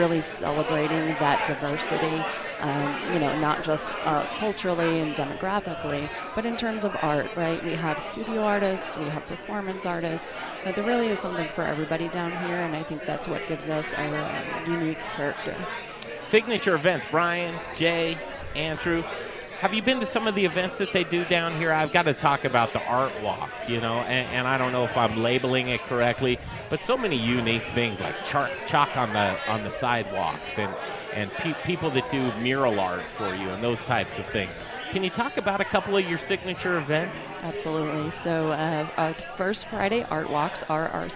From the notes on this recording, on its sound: Live from Intrepid Sojourner Beer Project for their one year anniversary party!